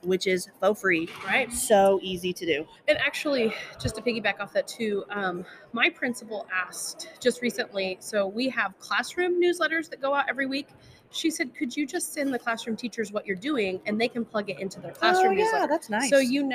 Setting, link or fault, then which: setting, busy venue